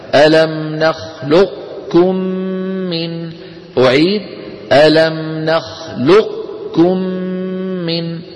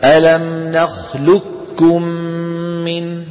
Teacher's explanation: مستعلية فقط ليست مطبقة، وأكثر النقلة على إدغامها في الكاف إدغاما كاملا، أكثر النقلة، فيقولون ألم نخلقكم بكاف مشددة لا يبقى من القاف شيء · Shown in: second take